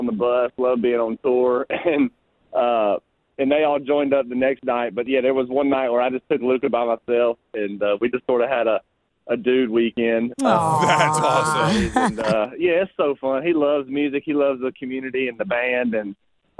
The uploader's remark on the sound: a special guest phone call